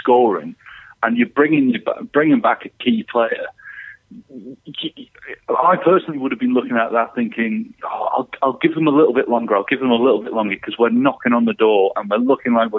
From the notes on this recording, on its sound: On the phone.